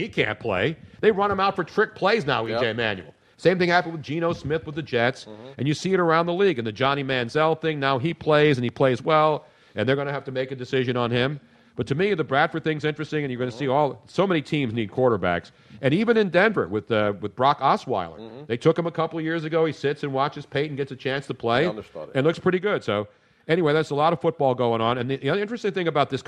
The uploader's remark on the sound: An audience member then asked. We then went to our first-ever Skype call.